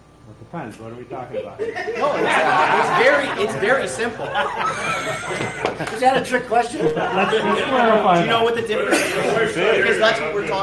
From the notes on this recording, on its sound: I got to speak to a small room full of my peers from Service Drive Live at Titos and Tshirts 2022; the first live event since the group's inception.